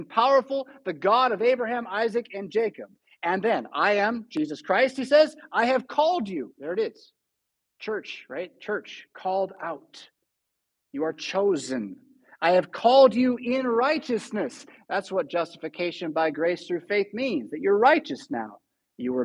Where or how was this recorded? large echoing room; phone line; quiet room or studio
large echoing room